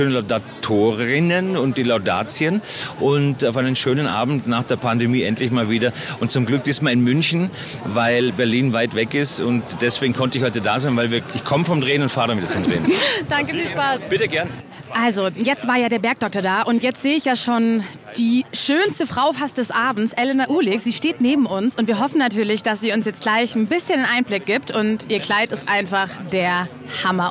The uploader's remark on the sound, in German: Das glamouröseste Event des Jahres steht an: Die BAMBI-Verleihung. Sind live am Red Carpet und sprechen mit den Stars.